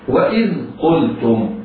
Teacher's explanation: الذال هنا ساكنة، على القارئ أن يحترز من قلقلتها. قلتم، القاف مضمومة مفخمة، اللام مرققة.